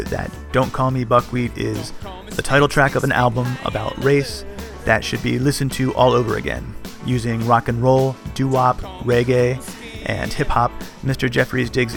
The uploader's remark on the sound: We spoke recently over the phone